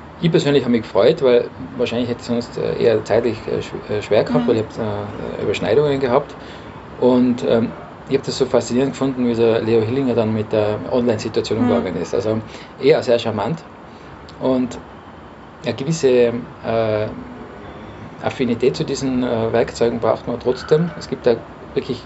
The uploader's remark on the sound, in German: das Interview wurde live bei uns am Balkon aufgezeichnet.